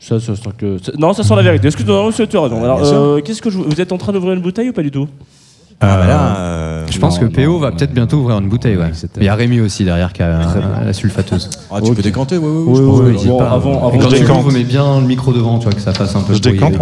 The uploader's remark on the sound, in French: Chaque année le NAME festival nous accueille d'une façon différente mais toujours avec classe. Nous sommes en direct du NAME à la Condition Publique pour 2h de live.